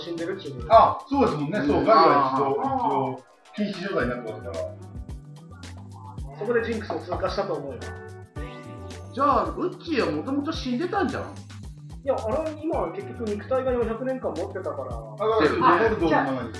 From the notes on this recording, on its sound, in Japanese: 初回につき音声のバラつきは大目に見てくださいませ。